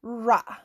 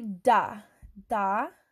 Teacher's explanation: the letter R in Spanish is produced in the same spot as the letter D